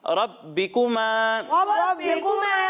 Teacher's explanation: را کو موٹا پڑھنا ہے اور با کو جماؤ کے ساتھ پڑھنا ہے